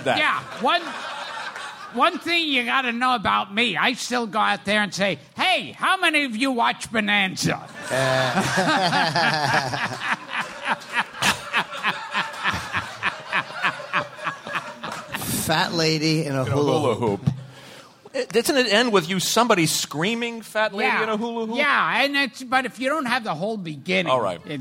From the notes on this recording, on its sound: travel to Littlefield's in Brooklyn for a live, Super Week/NY Comic Con-themed episode